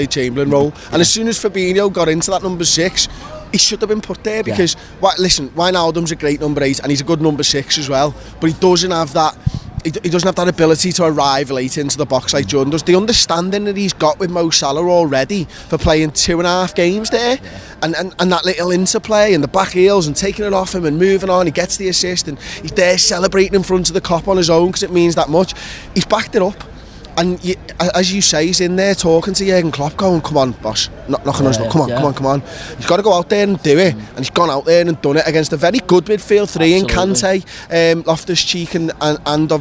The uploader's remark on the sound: The lads are outside Anfield